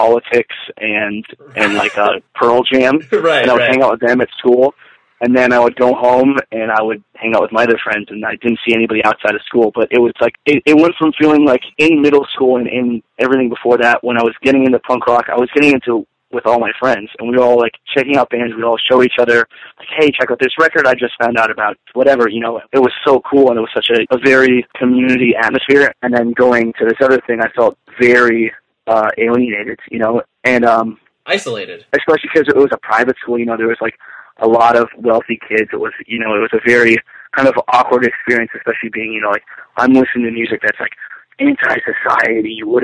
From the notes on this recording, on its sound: We hopped on the phone one morning